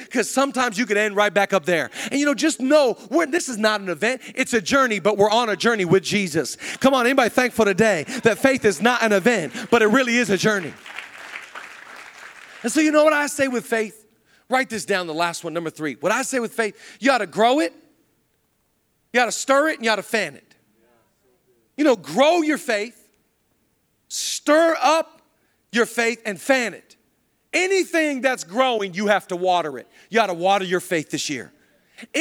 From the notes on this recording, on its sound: Zoe Church LA. Live from the El Rey Theater.